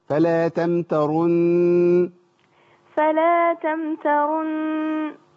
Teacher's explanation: النون المشددة والميم المشددة إذا أتت في آخر الكلمة ووقفنا على هذه الكلمة يبقى الغنة معانا مستمرة كأننا بنوصل بالضبط